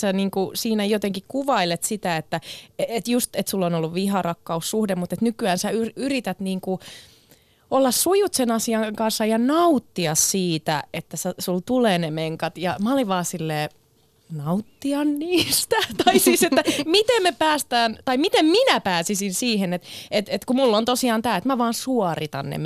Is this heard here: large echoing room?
no